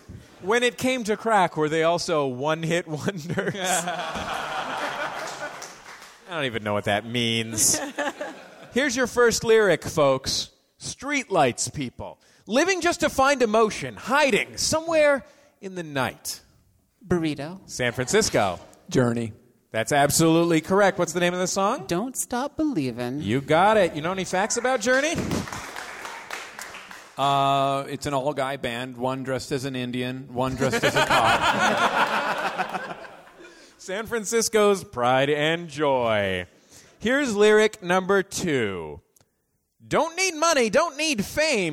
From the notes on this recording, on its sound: Live in San Francisco.